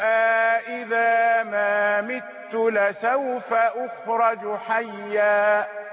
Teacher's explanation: يقرأه هشام بالإدخال، إدخال الألف الفارقة